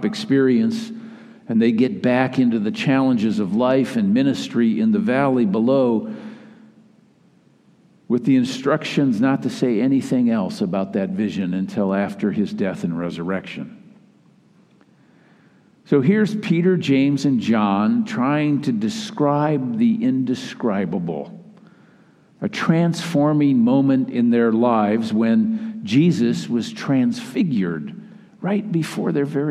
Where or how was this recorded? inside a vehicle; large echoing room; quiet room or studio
large echoing room